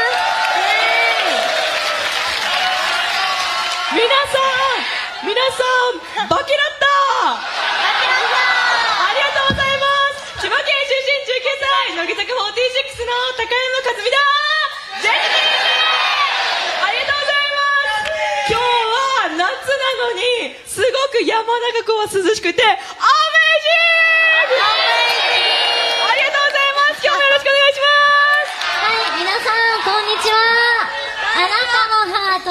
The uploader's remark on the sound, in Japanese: 公開収録分 山中湖きらら祭り会場。